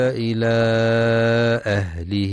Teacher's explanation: ينتبه للمد المنفصل إلى أهله، كما أسلفنا في رواية حفص يمد أربع أو خمس حركات من طريق الشاطبية.